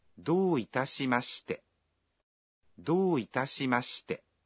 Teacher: в первом слоге гласное «о» долгое